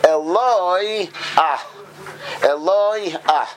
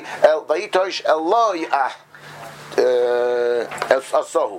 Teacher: you got to hear the hey at the end of the word. So the correct pronunciation of the word then is Eloi ah.